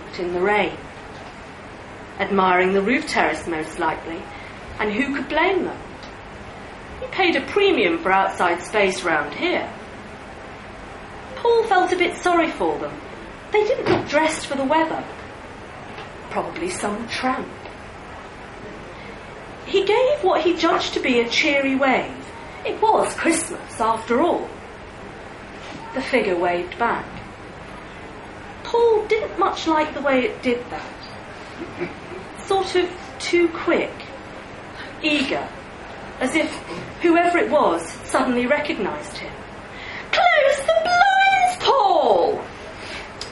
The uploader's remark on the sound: read live at the liars league